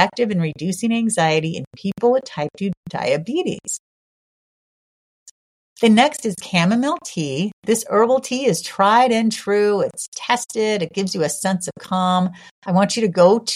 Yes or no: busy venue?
no